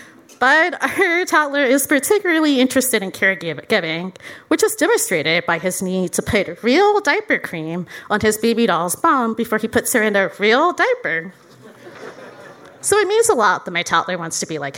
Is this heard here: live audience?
yes